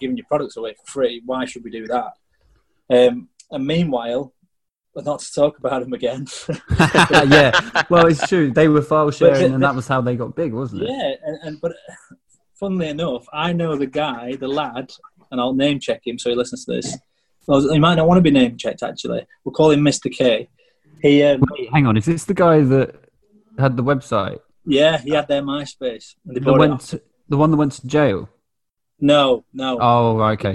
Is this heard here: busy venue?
no